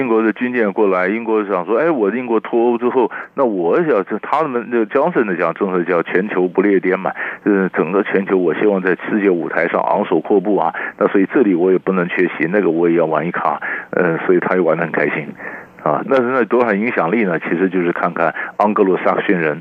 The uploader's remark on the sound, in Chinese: 連線訪問